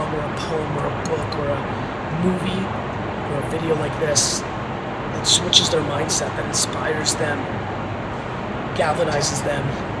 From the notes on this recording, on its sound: Sorry about the quality of the audio - there’s a lot that I had to get off my chest, and straight into my iPhone.